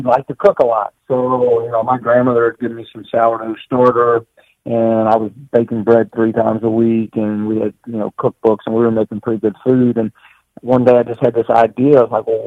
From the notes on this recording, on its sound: Audio Disclaimer upfront...the phone connection was a little brutal.